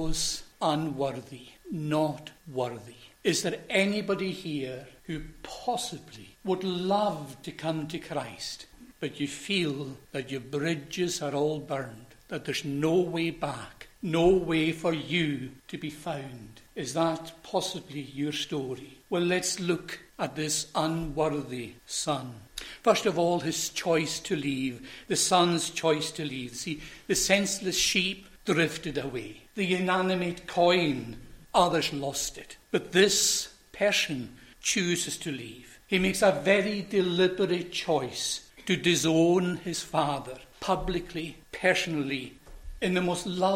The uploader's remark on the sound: recorded at North Harris Free Church on the evening of Friday, 15th September 2023